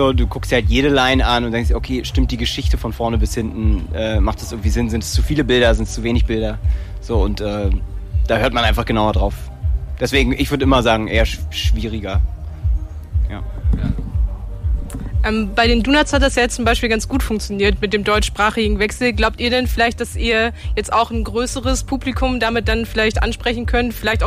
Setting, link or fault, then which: setting, busy venue